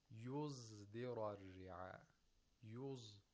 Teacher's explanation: The sod is pronounced like a zay with tafkhim.